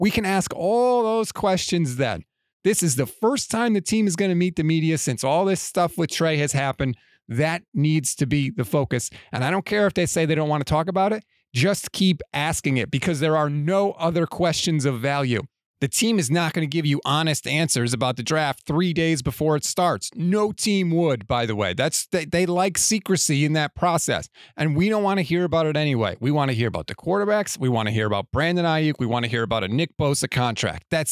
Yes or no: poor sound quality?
no